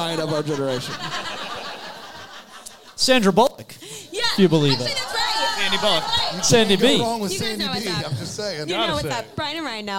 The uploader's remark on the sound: LIVE from Bramble Fest 2023.